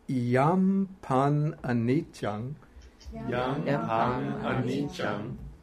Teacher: There's a kind of magnetic attraction between the two drops, and so they merge into one. So here the two A's come together and become a long A. · Term: sandhi